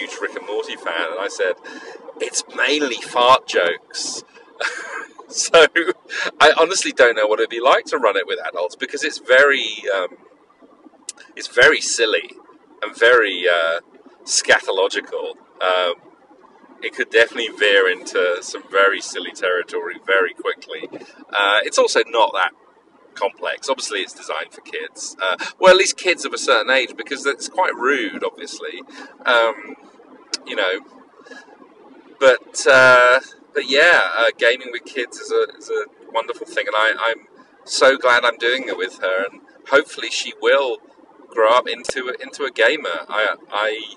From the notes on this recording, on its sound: A grab bag of an episode with plenty of call-ins. Apologies for the car noise.